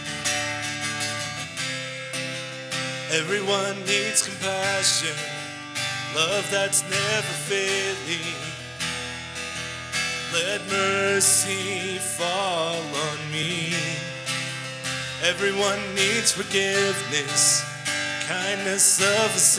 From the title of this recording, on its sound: LIve Service 26 July 2020